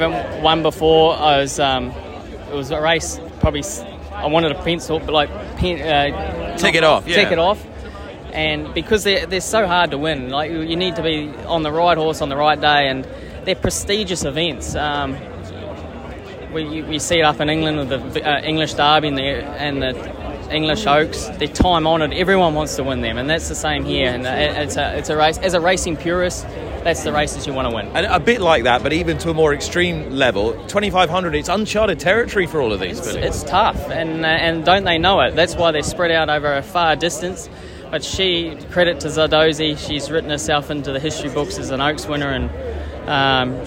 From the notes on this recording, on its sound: Coming to you from Flemington once again.